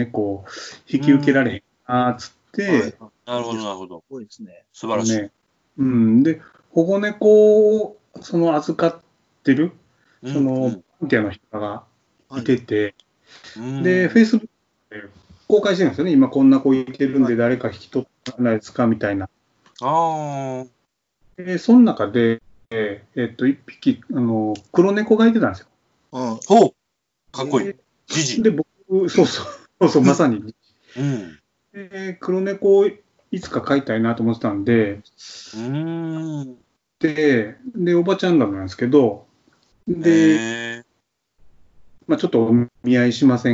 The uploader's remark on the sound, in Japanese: 自粛期間中のオンライン飲み会を収録してみました。酔っ払いのダダ喋り。